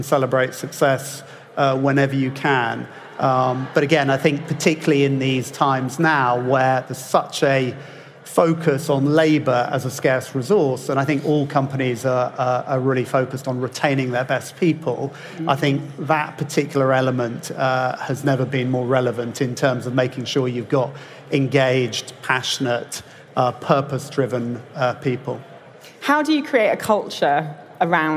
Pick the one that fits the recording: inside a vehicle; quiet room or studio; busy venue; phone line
busy venue